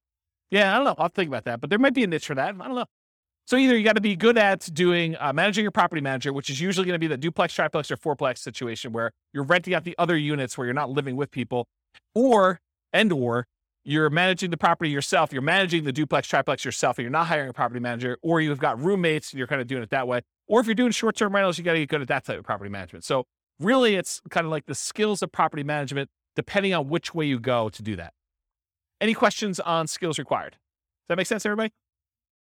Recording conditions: live audience